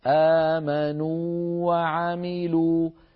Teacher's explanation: فنمد الواو المادية ونعطيها حقها من المد الطبيعي بمقدار حركتين